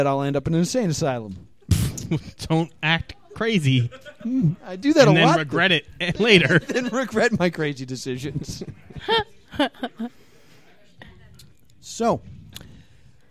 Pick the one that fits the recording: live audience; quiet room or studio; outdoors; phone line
live audience